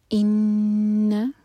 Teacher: ان نون پشدہ غنہ کیا جائے گا، نون کو ہولڈ کریں گے